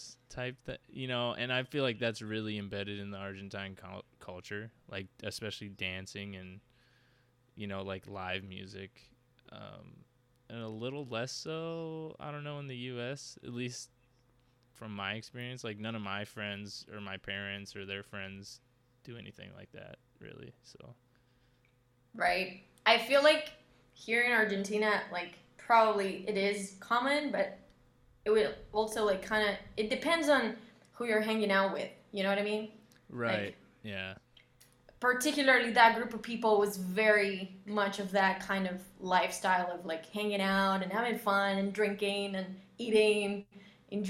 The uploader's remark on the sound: this pocast is fairly quiet